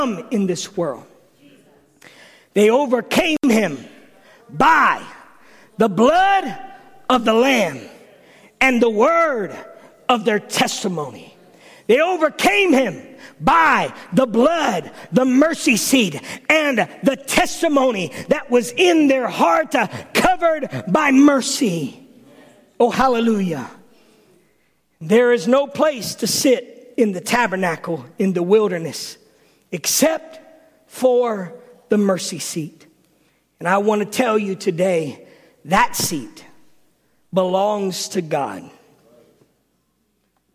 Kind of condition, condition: setting, large echoing room